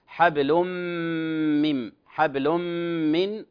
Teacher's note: فيه تضعيف أو حرف مشدد دلالة على أنه إدغام كامل